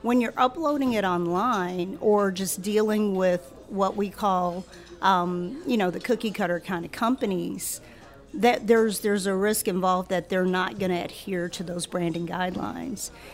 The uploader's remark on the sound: The show was recorded live over lunch at Mansurs on the Boulevard